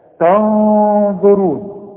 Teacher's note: نون بدون تشكيل هنغن، لأن بعدها الظه، والظه من حروف الإخفاء